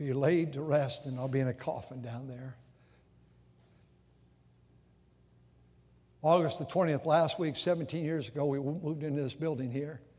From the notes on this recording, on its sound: during the Sunday Morning service on August 27, 2023, at North Valley Baptist Church in Santa Clara, California.